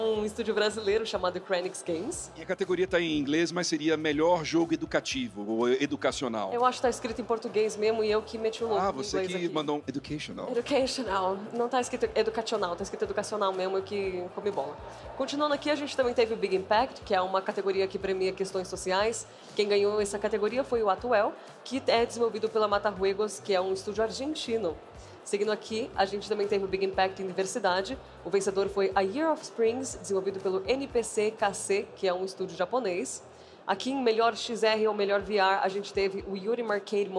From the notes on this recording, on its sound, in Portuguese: Diretamente do palco The Enemy by TNT no BIG Festival 2023. No maior festival de games da América Latina.